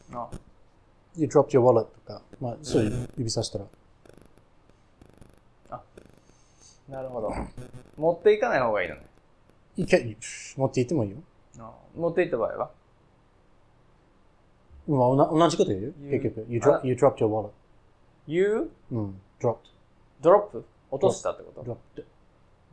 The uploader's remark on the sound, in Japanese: 生前三ヶ月のスミタナですので音質など今聞くと恥ずかしい所だらけですが、。